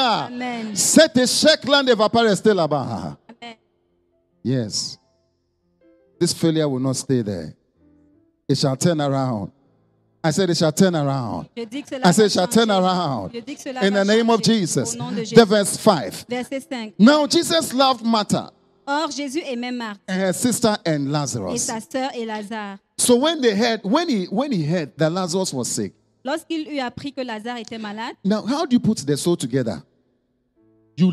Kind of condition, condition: setting, large echoing room